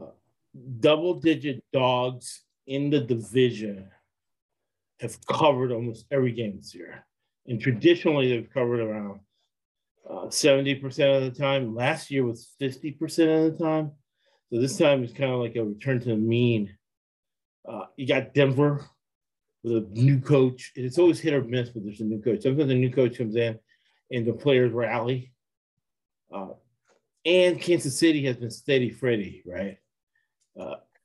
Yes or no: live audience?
no